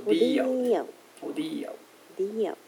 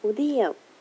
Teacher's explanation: 最後のウは軽くウっていうだけだよね